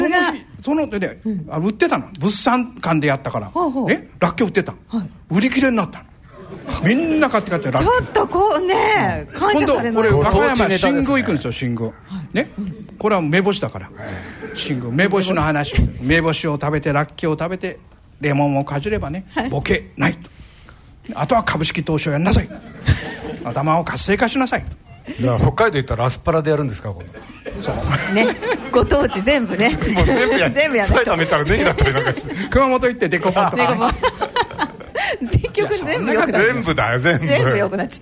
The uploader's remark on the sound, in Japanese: ラジオＮＩＫＫＥＩの新社屋がある虎ノ門琴平タワーにて開催された、ラジオＮＩＫＫＥＩ開局６０周年記念「マーケット・健康寄席」の模様をお送りします。この配信では、同公開録音の前半部分をお聞きいただきます。